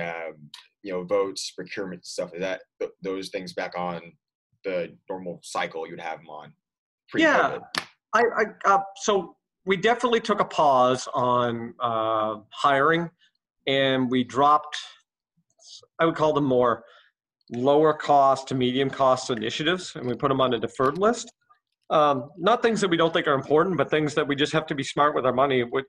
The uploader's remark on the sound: This episode was recorded remotely